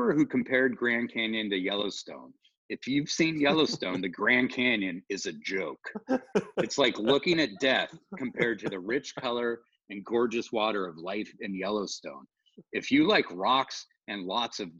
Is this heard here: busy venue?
no